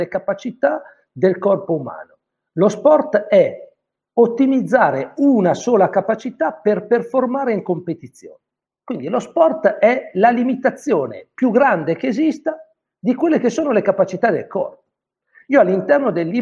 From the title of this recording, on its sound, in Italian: audio pillole webinar